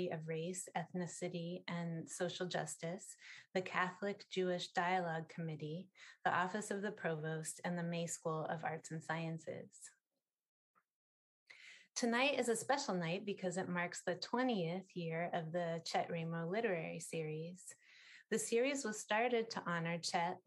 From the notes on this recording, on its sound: A question-and-answer and discussion session follows. Recorded live via Zoom.